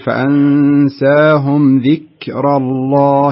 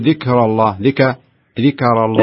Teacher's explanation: احرص أنك لا يعني تزيد على الكاف زيادة حتى لا ترتفع ترتقي لمرحلة القلقلة · Shown in: first take · فإذا قرأت تقول فأنساهم ذكر الله، يصير فيها همس فقط.